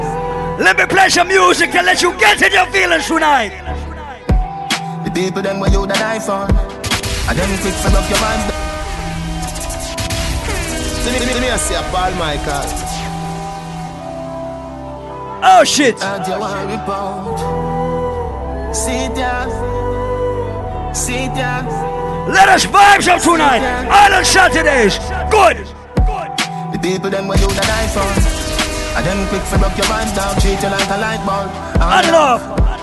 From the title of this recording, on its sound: LIVE AT ISLAND SATURDAYS